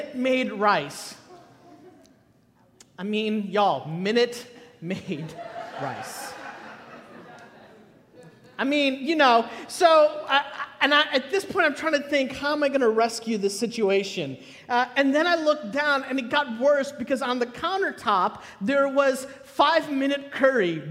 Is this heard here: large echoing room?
yes